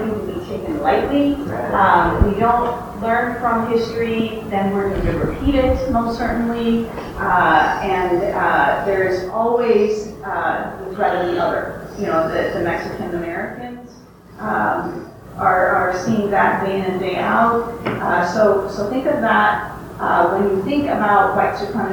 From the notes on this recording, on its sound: NOTE: This podcast is a bit more noisy than our others, but everything should be discernible. We apologize for the sound quality.